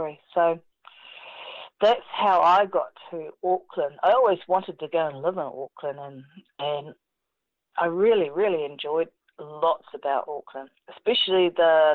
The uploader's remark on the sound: Recorded in the first days of the New Zealand Covid19 Lock down. Interviews contacted over the telephone.